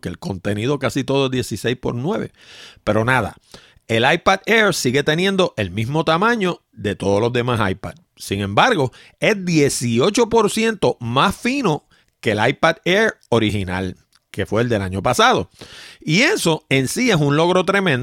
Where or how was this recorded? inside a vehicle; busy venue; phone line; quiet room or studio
quiet room or studio